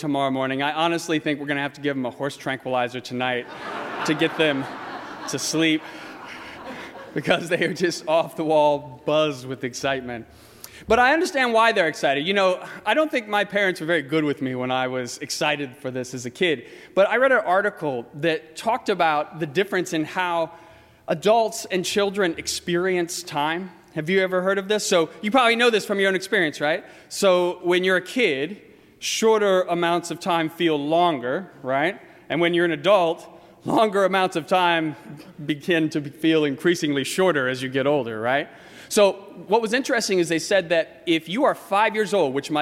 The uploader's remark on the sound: during the 8:00 PM Christmas Eve service on Sunday December 24, 2018, at First Presbyterian Church of Arlington Heights, Illinois.